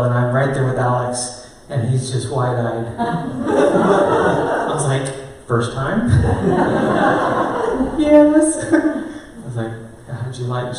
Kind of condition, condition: setting, live audience